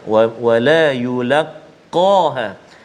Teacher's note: huruf qaf dekat situ qaf isti'la tebal